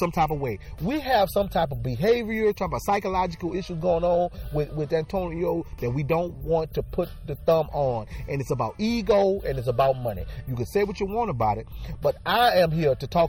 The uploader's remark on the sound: takes the show outside for a broadcast